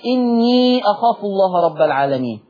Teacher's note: حفص معروف أنه هيسكن الياء ويمد أربع حركات مد منفصل، لكن ورشها تصير عنده ياء الإضافة مفتوحة، إني أخاف فتح الياء.